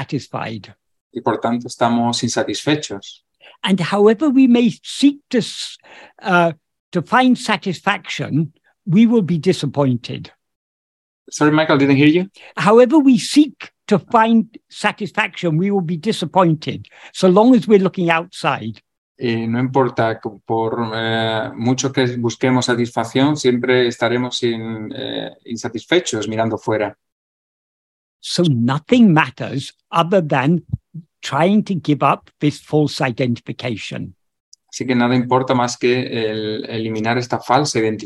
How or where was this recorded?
video call